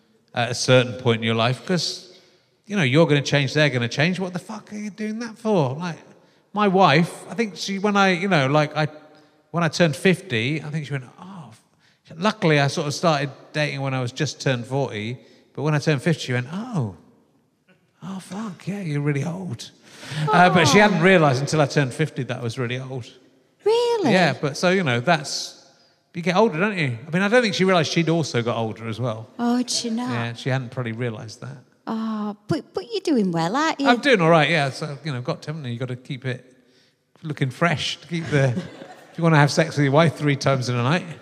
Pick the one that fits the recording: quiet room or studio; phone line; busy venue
busy venue